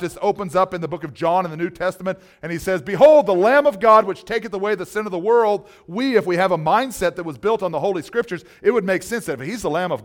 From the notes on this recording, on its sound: This message was originally taught and recorded at Solid Rock Bible Church.